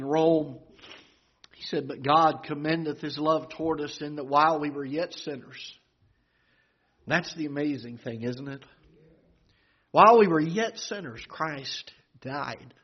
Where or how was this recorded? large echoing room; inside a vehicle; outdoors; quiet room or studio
large echoing room